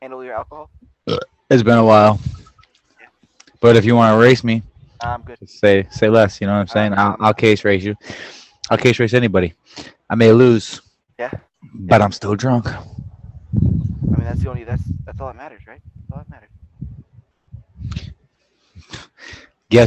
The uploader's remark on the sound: Sorry about the audio, we had some technicality difficulties